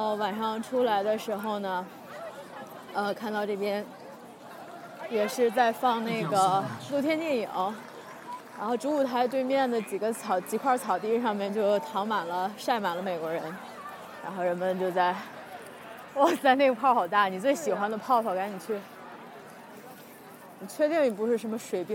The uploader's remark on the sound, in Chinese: 在Ann Arbor Summer Festival Rackham Stage前。演出的一小段现场，夹杂我俩的闲聊。